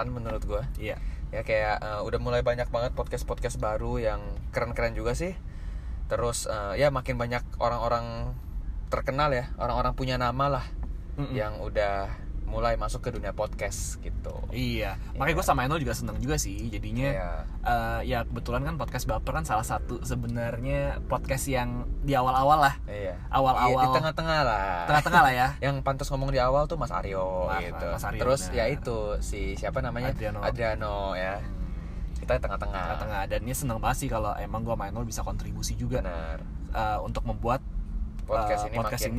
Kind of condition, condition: fault, background noise